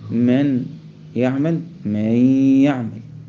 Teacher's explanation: تسمع غنة المضغم، وبالتالي فهنا الغنة ناقصة · Term: إضغام ناقص